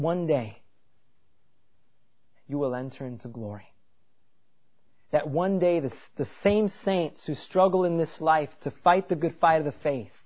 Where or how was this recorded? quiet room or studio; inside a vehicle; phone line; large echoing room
large echoing room